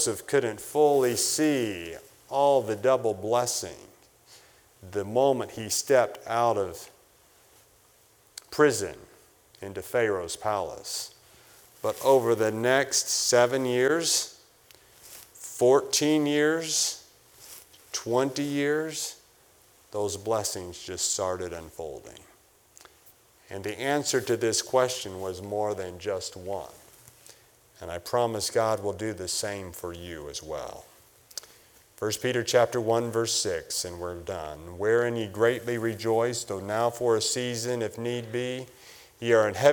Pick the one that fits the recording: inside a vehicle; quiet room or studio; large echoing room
large echoing room